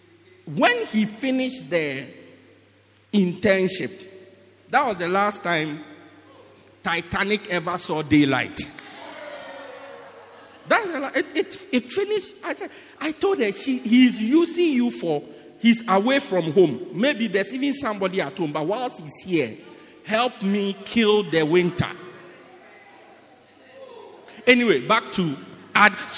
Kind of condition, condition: setting, large echoing room